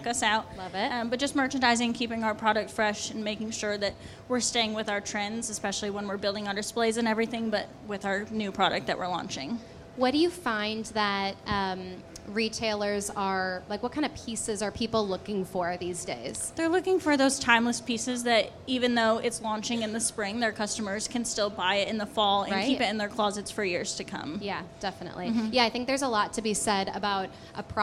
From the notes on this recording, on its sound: Live From AETA International Trade Show at Dallas Market. Join us for our very first Live Podcast Episode at the AETA International Trade Show!